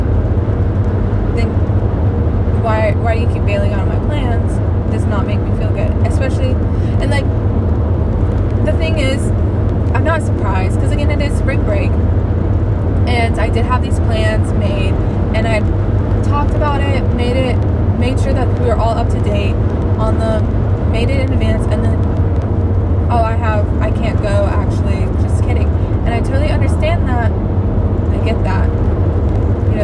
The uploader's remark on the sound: mostly just rant in my car